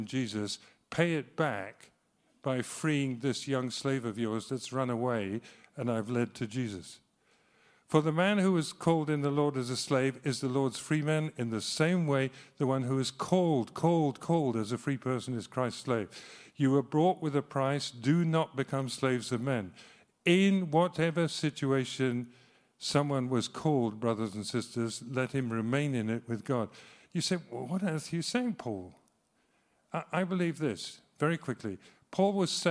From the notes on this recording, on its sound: speaks live at Trinity Cheltenham